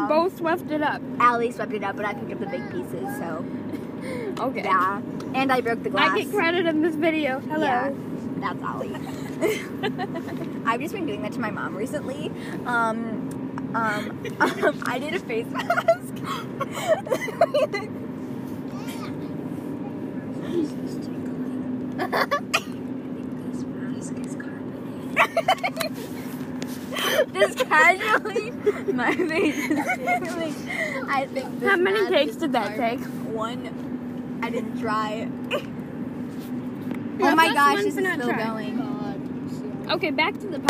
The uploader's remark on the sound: In the car.